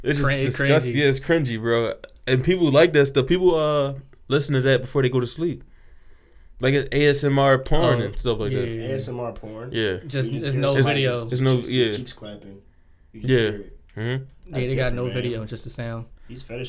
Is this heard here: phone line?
no